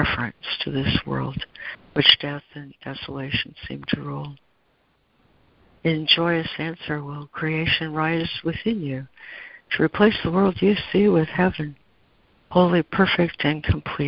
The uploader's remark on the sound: ACIM Daily Conference Call